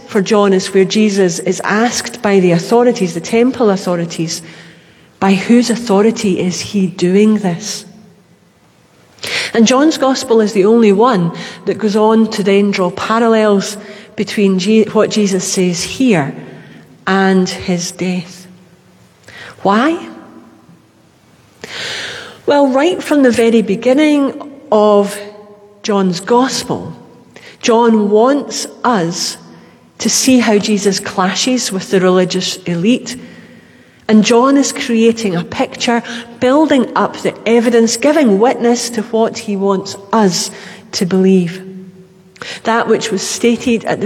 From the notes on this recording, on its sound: Live from The Old Kirk. Our live stream of todays service.